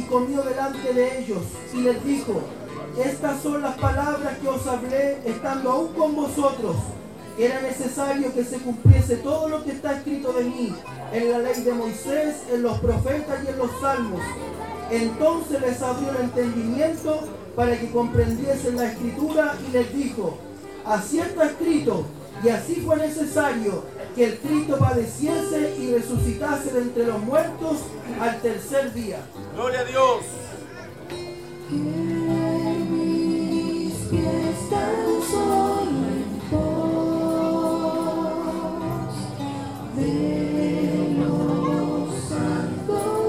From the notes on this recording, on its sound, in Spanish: En vivo (sonido Ambiente). Temas entonados en la celebracion de sus 33 años de Aniversario de la Amada iglesia de San Ramon.